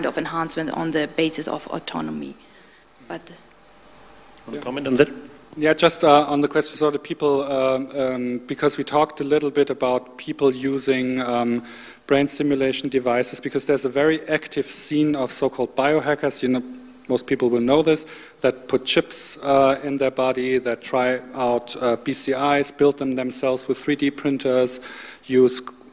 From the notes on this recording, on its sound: The session will start with a video showing parts of the web documentary "Homo Digitalis". The panelists will then discuss, together with the audience.